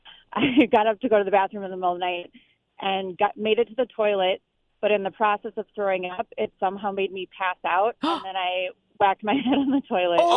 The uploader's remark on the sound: Lets Take Some Calls. LIVE 2-7pm on 94.5 KS95!!